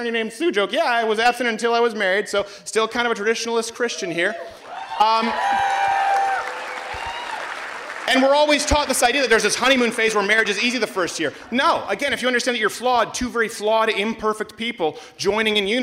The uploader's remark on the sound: SPOOKTACULAR AT U of MICHIGAN! Performs live from the University of Michigan!